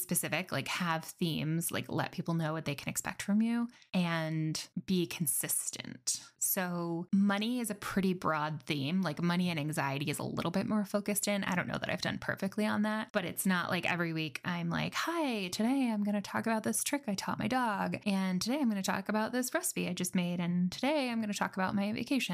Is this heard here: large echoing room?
no